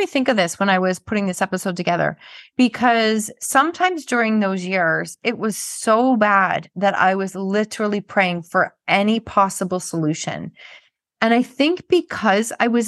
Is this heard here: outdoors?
no